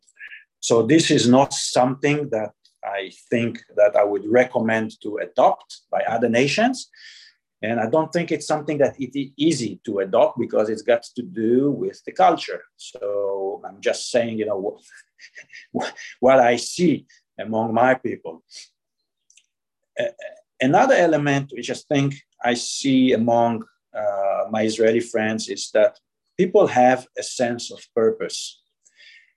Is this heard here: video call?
yes